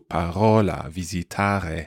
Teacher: We could call this a sort of guttural R. Very like the French R in some ways, and it happens normally between vowels, so parola, visitare, and you'll see that, you'll hear that in this kind of accent used in the northwest of Italy sometimes.